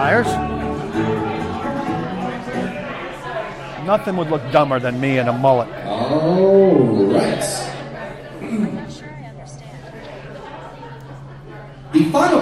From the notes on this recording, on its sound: answers questions live from Old School in Franklin